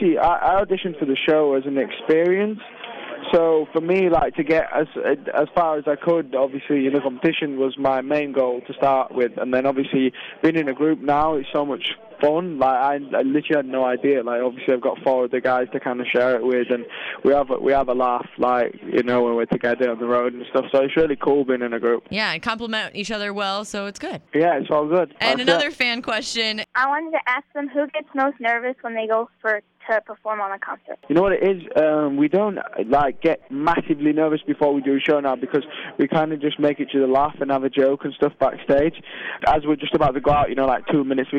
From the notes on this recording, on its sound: called into the show for a quick interview